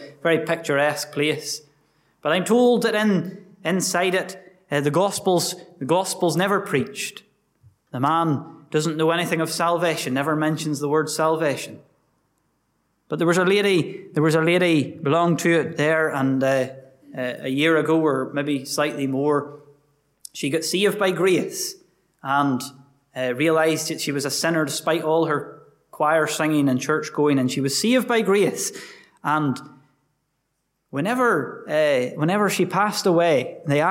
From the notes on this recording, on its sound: Gospel Audio from Ballyclare Gospel Hall